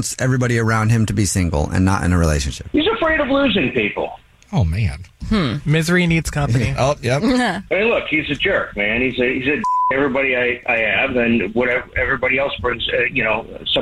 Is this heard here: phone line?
yes